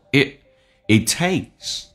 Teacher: T 不发音，前面是元音，气流要阻塞一下